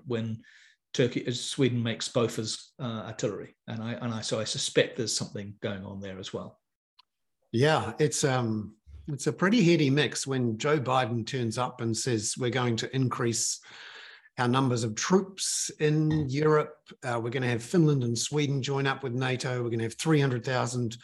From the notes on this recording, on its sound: In Friday evening’s live hoon webinar for paid subscribers, which is in recorded form above for all subscribers